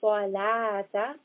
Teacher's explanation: Sod is heavy and lam is light.